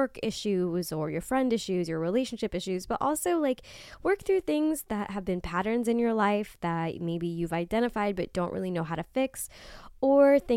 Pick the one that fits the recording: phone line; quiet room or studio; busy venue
quiet room or studio